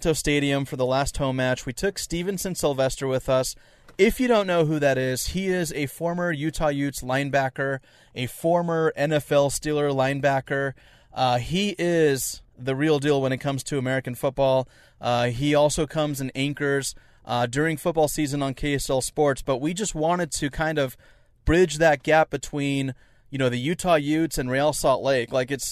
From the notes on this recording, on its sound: live from RSL practice 06/24/22